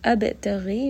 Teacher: ba here is going to have qalqala, give it a little bit of bounce.